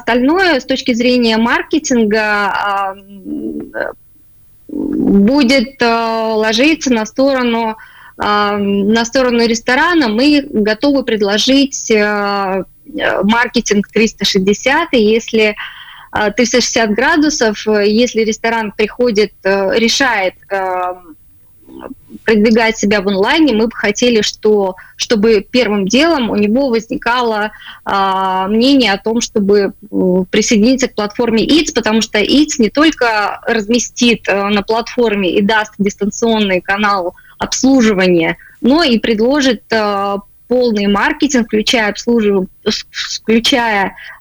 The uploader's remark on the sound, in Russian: В эфире программы «Открытая Кухня» созваниваемся